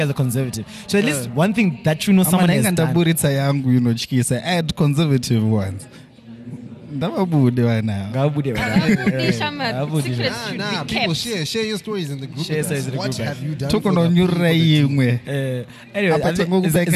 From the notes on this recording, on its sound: The team meet up at Shoko festival to record the current episode. In the heat of the noise.